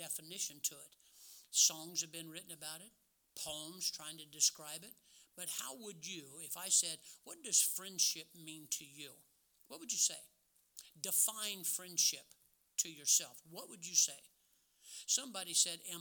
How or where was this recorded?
large echoing room